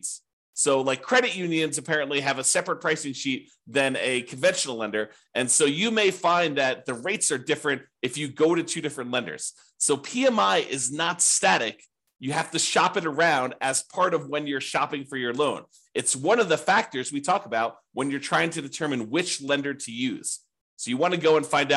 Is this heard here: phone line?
no